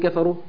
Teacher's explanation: كفروا فيها الراء، الراء مضمومه تفخم. الواو ساكنه وما قبلها مضموم، حرف مد طبيعي ومد بمقدار حركتين.